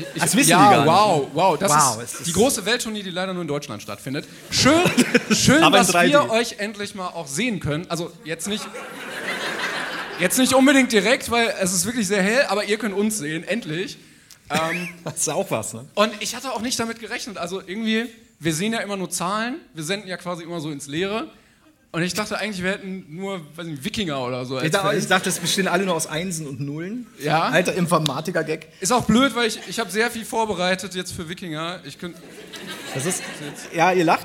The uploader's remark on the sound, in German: Der erste Stop der großen Brainpain-Tour! Live aus Berlin vor rappelvollem Saal.